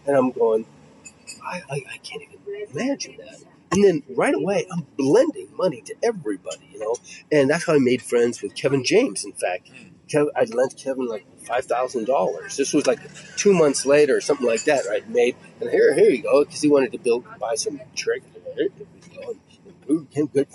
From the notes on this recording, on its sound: sit outside a coffee shop in LA